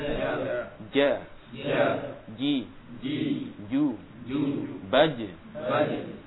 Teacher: huruf jim keluar dari tengah lidah juga bagian depan. Ya, maksudnya agak ke depan ya.